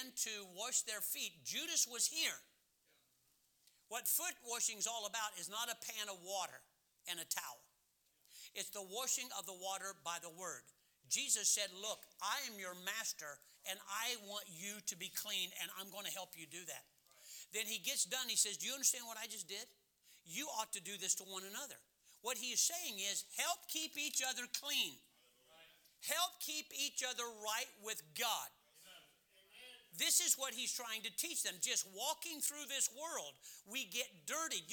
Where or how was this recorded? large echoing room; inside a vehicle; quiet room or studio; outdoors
large echoing room